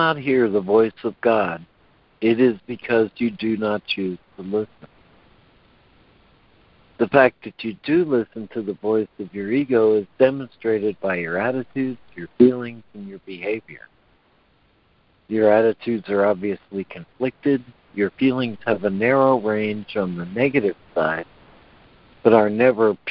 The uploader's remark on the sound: ACIM Daily Conference Call.